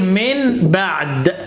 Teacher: الإقلاب عند حرف الباء بغنة